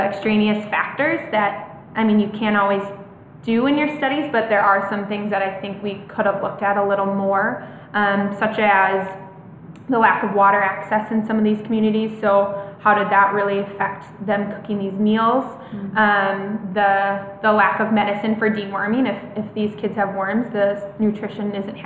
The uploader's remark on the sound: LIVE from the One Accord Forum in Ridgecrest, NC